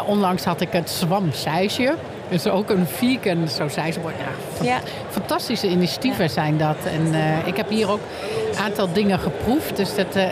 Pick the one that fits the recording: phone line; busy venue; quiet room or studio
busy venue